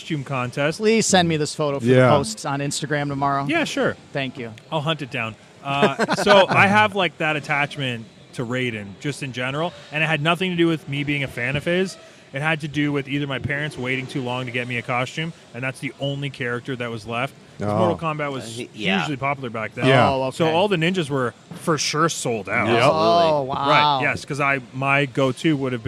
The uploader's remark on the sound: live from Really Cool Comic Con in Flint, MI!